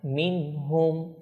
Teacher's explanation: নুন সাকিনের পর হা এসেছে, সেজন্য এখানে হচ্ছে ইজহার, কোনো ধরনের এখানে গুন্না হবে না, ইকফাও হবে না